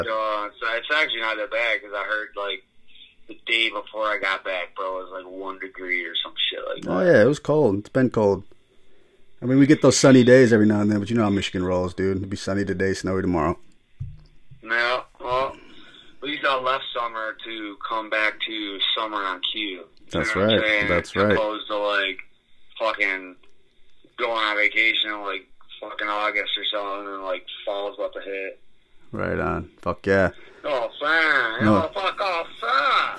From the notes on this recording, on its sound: I open up the phone line for listeners and artists to call me on the show.